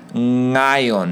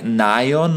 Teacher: Ngayon, and this is very important, ngayon, it's not like nayon, like when you say this N, you don't use the tip of your tongue, you use the back of your tongue against like the top of your mouth · Shown in: first take